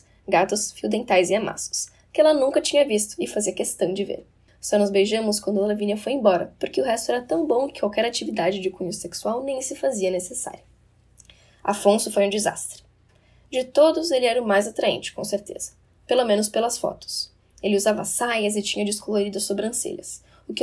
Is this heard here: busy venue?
no